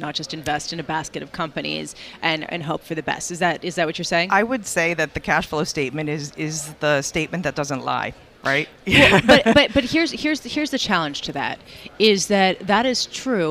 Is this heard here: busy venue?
yes